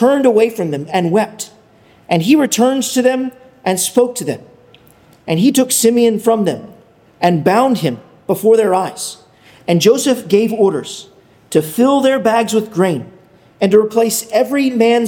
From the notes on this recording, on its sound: Sermon preached. At Arlington Baptist Church in Arlington, Virginia.